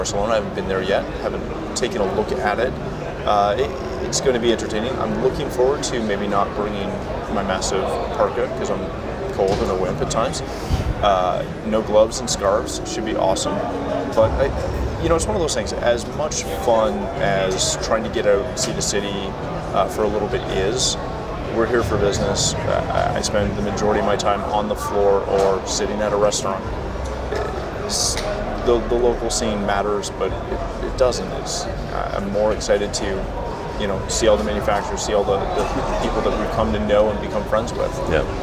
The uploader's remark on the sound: Live From ISE 2020